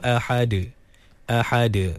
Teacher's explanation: A, kemudian ha dikeluarkan daripada kerongkong pertengahan